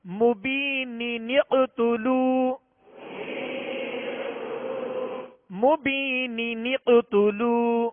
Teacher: مبین یہ نون کے نیچے دو زیر کی جو تنوین ہے، تنوین کے نون ساکن کو زیر دے کر، یعنی نون قطنی کا قاعدہ لگے گا، یہاں دو نون پڑھیں گے. مبین نقتلو مبین نقتلو.